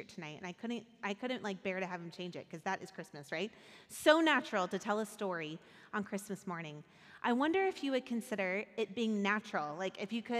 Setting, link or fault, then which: setting, large echoing room